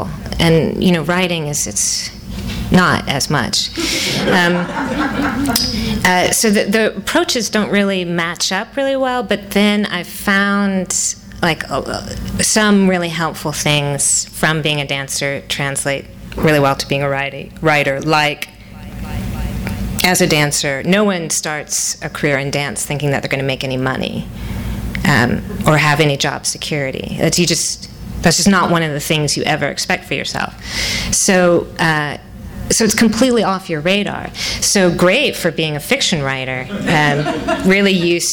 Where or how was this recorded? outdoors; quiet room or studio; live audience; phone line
live audience